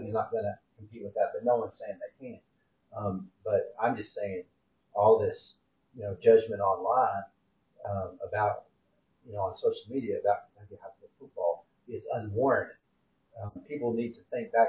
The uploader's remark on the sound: Sorry that the sound/audio quality is not as great as usual, but you can still hear.